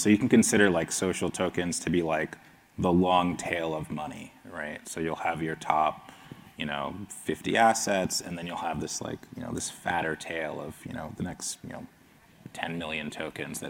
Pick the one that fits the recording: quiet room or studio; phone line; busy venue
busy venue